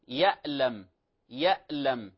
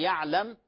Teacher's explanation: إبدال حرف العين بهمزة · Shown in: first take